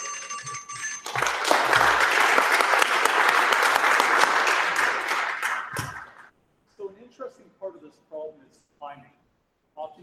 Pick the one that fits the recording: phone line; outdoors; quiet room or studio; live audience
live audience